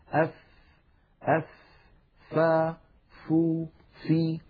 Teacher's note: وهي حرف رخو يعني صوتها قابل للتطويل